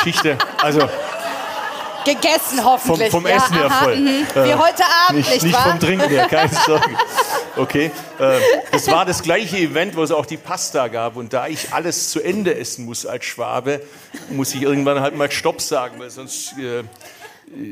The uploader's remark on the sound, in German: Aufgezeichnet auf der Eat Berlin. In die Bar jeder Vernunft geladen. Während der Regen auf das Dach prasselte, war das Spiegelzelt in Kerzenschein getraucht.